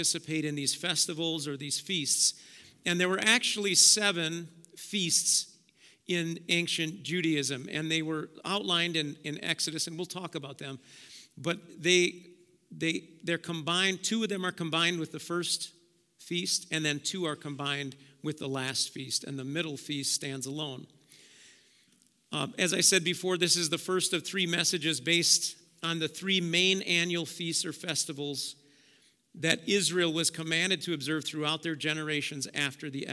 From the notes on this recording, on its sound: Preached at Auxano Church 1/22/2023